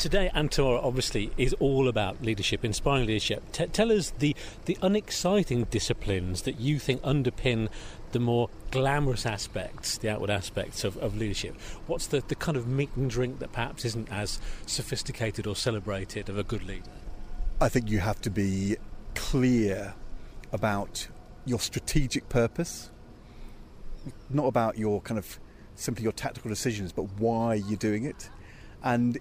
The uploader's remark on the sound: Inspiring Leadership Conference 2022, which took place in Birmingham. Interviews recorded during the conference.